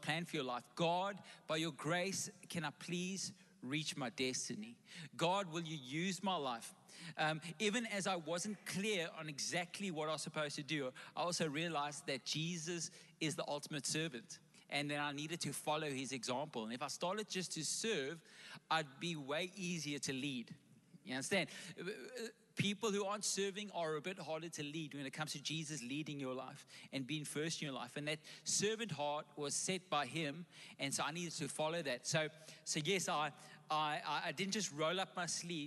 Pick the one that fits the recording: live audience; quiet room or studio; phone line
live audience